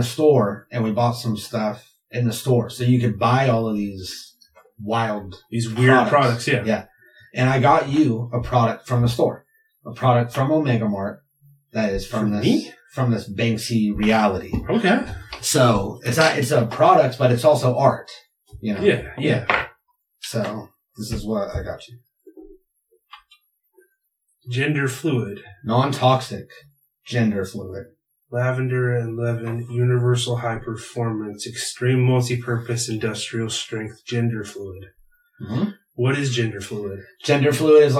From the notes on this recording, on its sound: We lost our audio this week and had to pull the audio from the camera.